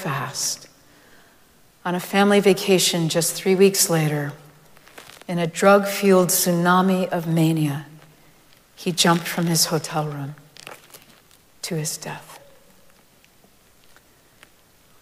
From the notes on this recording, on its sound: Recorded live at Arlington Street Church